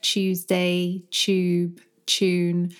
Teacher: we tend to have this tu or chu sound when we say words with the tu sound, like Tuesday, tube, tune, and so on.